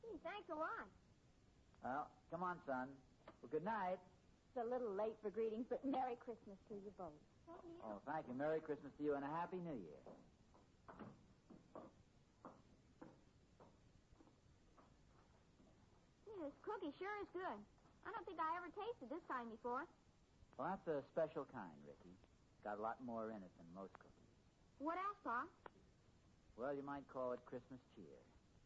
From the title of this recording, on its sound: Very Poor Volume